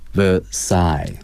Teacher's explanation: 凡尔赛这个单词的重音是靠后的